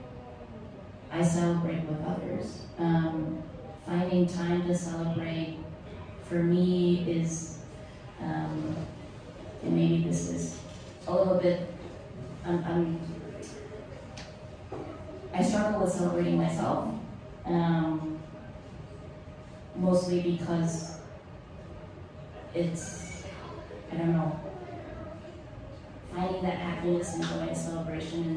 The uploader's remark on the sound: Live Show. The final episode of the live Salon show from December!